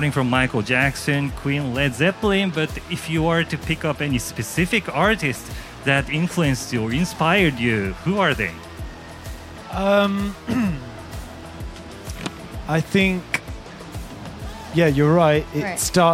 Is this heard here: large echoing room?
no